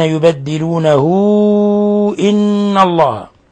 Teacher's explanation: على الذين يبدلونه إن الله، هنا صلة كبرى، صلة كبرى، لأنه جاء بعد الواو، لأننا أشبعنا الضمة، أشبعنا الضمة فصارت واو، وجاء بعد الواو همزة، إذا صارت صلة كبرى من قبيل المد المنفصل، فتعامل معاملة المد المنفصل، فتمد من 4 إلى 5 حركات.